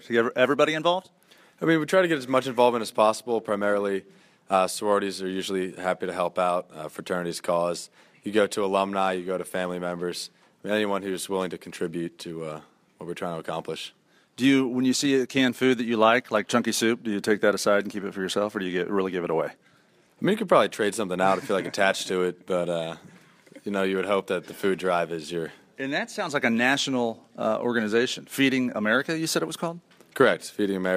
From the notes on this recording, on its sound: This show begins with a live audience at the University of Maryland.